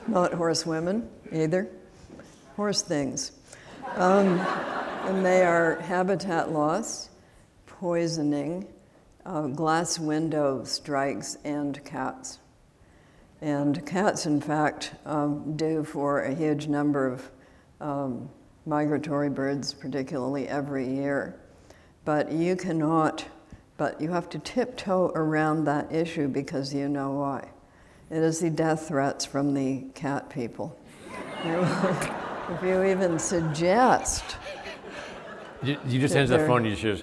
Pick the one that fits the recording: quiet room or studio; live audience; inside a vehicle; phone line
live audience